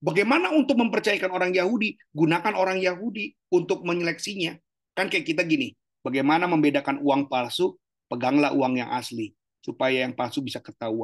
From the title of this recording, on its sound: Zoominar